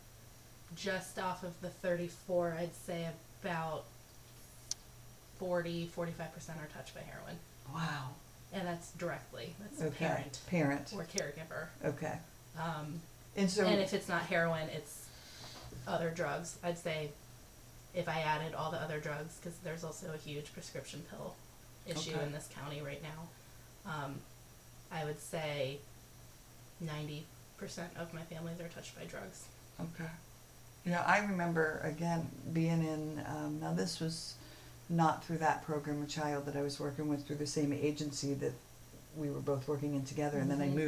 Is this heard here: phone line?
no